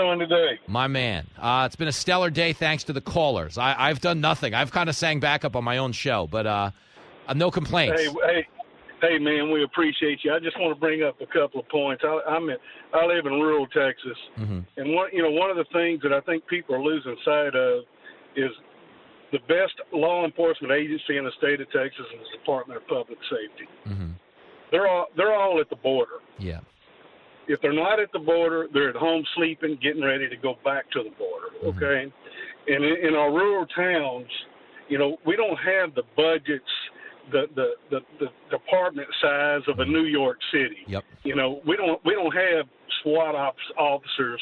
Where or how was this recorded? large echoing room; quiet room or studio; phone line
phone line